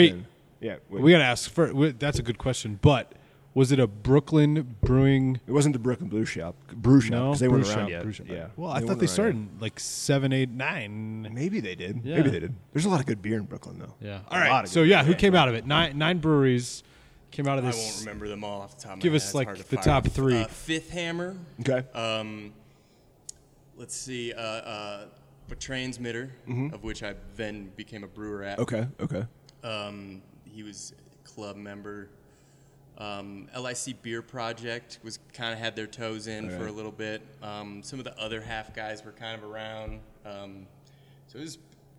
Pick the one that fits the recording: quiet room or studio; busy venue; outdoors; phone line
busy venue